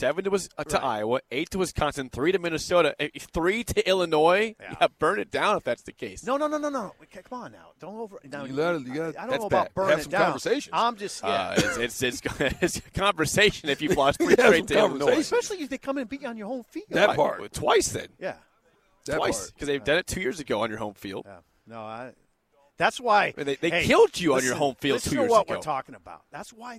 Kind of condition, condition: setting, busy venue